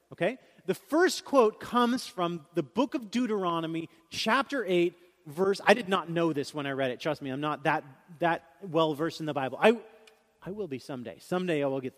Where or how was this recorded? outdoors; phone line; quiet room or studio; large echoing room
large echoing room